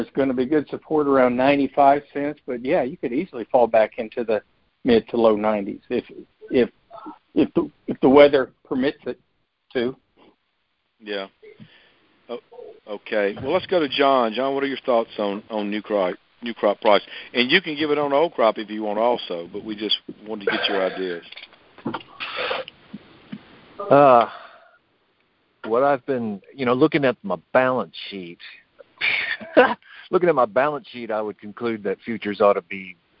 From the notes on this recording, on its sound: Monthly Conference Call.